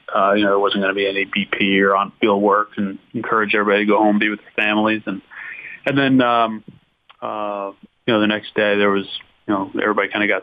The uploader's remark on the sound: called in to the Ben And Skin show